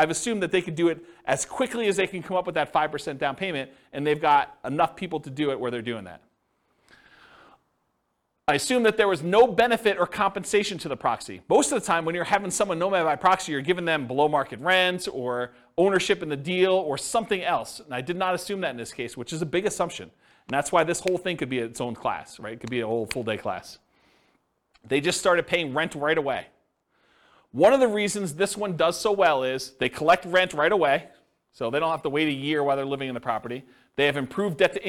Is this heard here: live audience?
yes